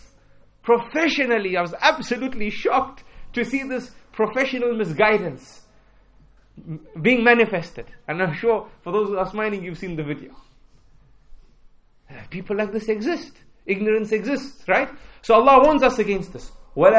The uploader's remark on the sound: at Masjid Humayra, in East London During the Keys to Success Lecture tour, December 2018